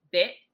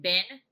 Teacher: So that's still it's still an I vowel, but the variation is that because it's succeeded by what's called a nasal consonant, which is an N sound, that it has like, you say it more up in your nose · Shown in: second take · just because that's the way that your mouth wants to move.